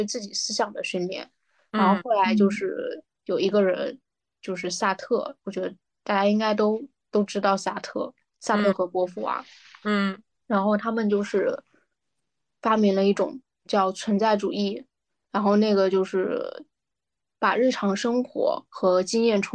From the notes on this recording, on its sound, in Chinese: 又是线上录制的一期。我们又开始了新一轮的居家办公模式。